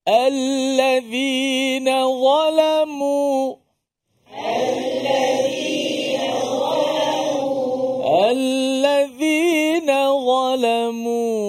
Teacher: kedua-dua huruf za dan za ni berkongsi pada makhraj yang sama, iaitu hujung lidah diletak di bawah gigi kacip atas kita ni. Hujung lidah letak bawah gigi kacip atas.